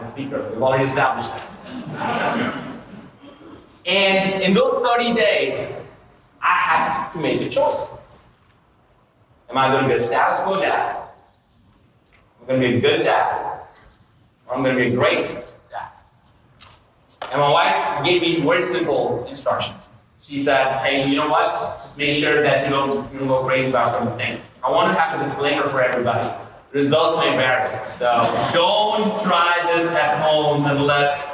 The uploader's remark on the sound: LIVE from INBOUND 2019